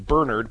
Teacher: I got into the habit of saying Bernard, putting the accent on the first syllable, because if you say Bernard, so many people immediately think of the dog rather than the church history behind it.